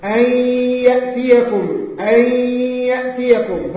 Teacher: الغنة مرققة ولا مفخمة؟ مرققة، لماذا؟ لأن الياء حرف من حروف الترقيق